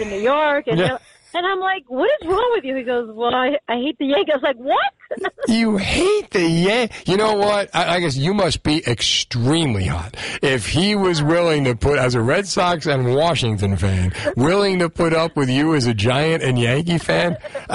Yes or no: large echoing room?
no